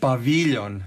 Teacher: Dakle, je li paviljon paviljon ili paviljon? Paviljon, znači na i je naglasak